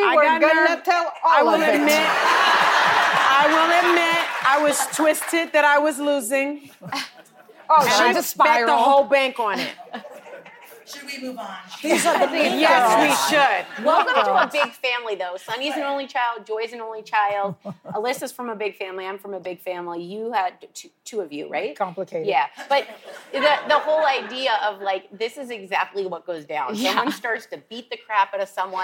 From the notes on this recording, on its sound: answer questions from our live studio audience